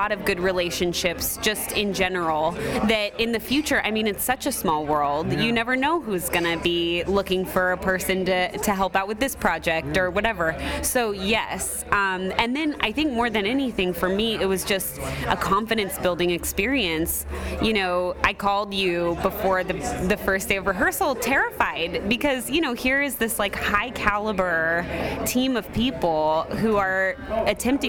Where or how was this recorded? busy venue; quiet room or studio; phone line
busy venue